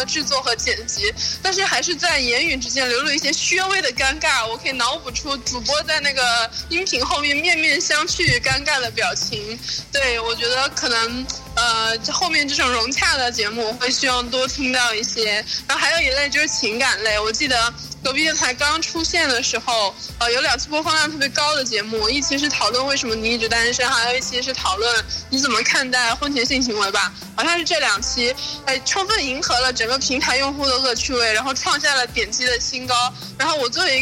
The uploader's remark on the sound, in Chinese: 电话连线第一期